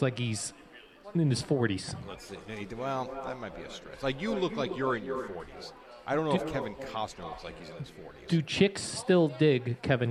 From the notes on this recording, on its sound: Live From the Boat Party